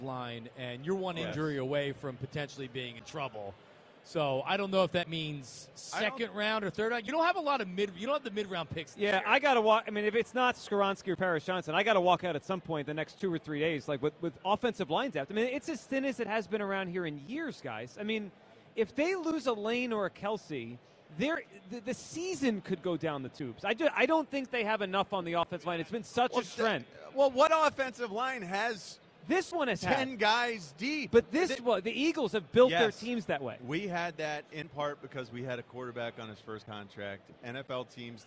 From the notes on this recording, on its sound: broadcast live from the Linc.